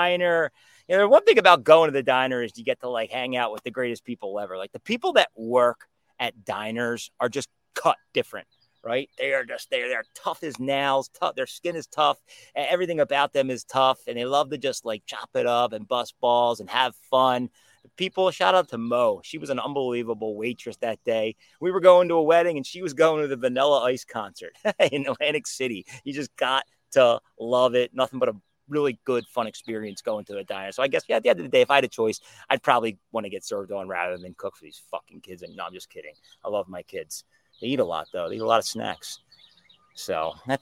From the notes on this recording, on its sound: Coming to you live from outside